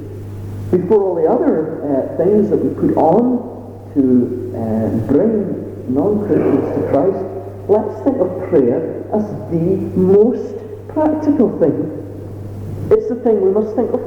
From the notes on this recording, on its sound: Apologies for the sound quality